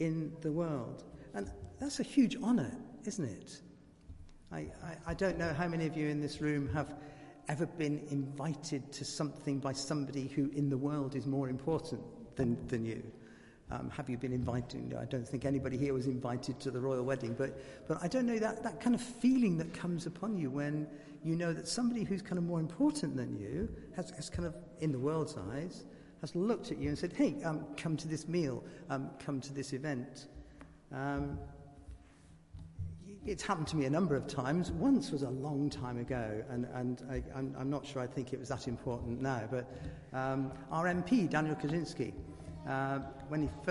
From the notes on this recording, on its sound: Christ Church, Bayston Hill (UK)